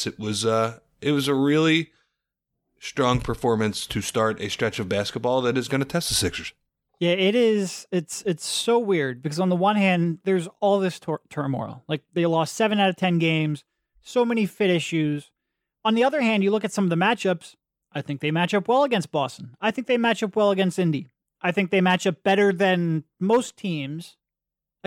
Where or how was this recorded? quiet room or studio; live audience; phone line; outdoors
quiet room or studio